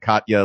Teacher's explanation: I said Katya and put the glottal stop in the middle